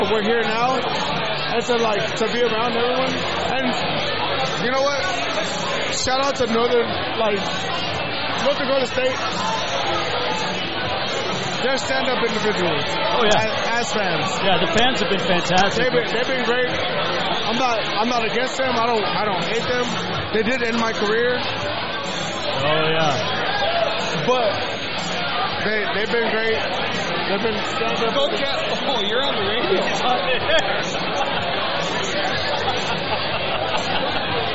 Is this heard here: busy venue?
yes